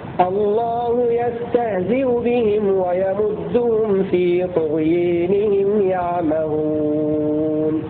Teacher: وفي طغيانهم أمال الدوري عن الكساء الألف في طغيانهم · Term: إمالة